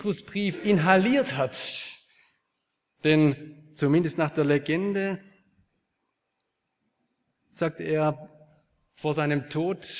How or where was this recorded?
large echoing room